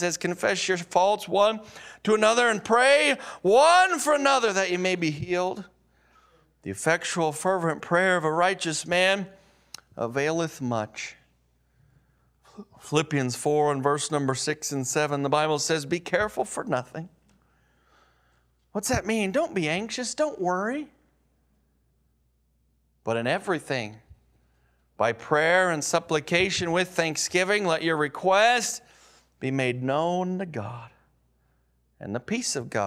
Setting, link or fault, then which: setting, large echoing room